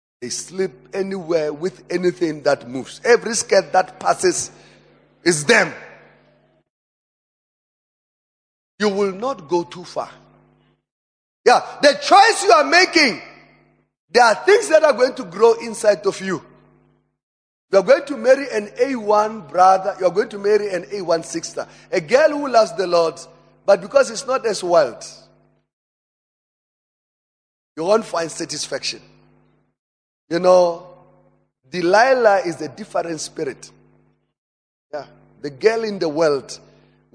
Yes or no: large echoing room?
yes